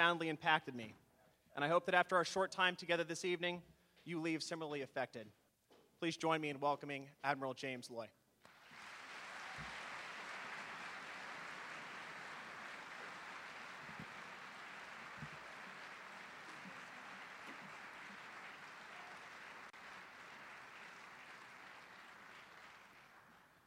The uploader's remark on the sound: delivered the 2008 Tyler Distinguished Chair in Leadership address to the US Coast Guard Academy on September 19, 2008